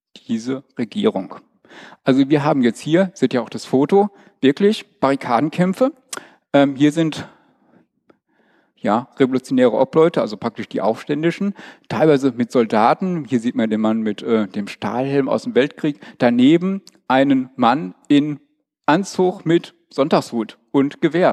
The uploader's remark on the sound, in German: Mrmcd18. Für den Vortrag im Rahmen einer Veranstaltung des ccc.